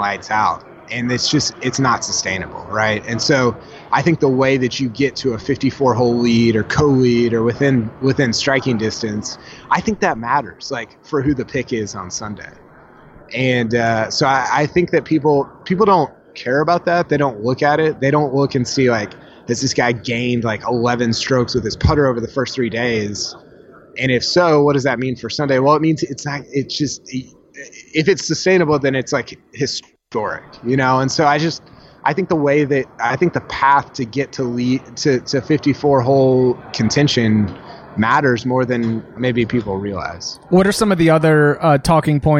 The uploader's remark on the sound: Live from the PGA Championship. Live from Bethpage Black.